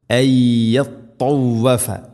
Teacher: സുക്കൂനുള്ള നൂനിന് ശേഷം അയ്യ, നൂനിനെ യായിലേക്ക് ഇദ്ഗാം ചെയ്ത് മണിച്ചുകൊണ്ട് ഉച്ചരിക്കണം. ഇദ്ഗാം ബിഗുന്ന അയ്യത്തൗവഫ, ത എന്ന അക്ഷരം മഖ്റജ് ശ്രദ്ധിക്കണം.